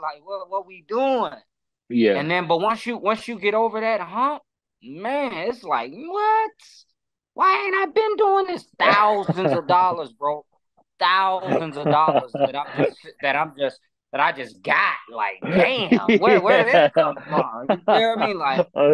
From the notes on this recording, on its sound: I sit down on zoom